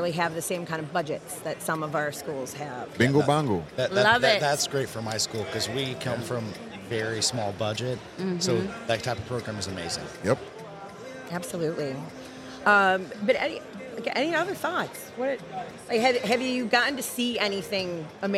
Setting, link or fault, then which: setting, busy venue